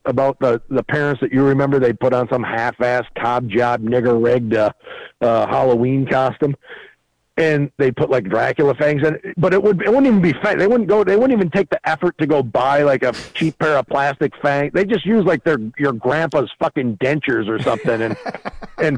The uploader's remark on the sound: Phone calls.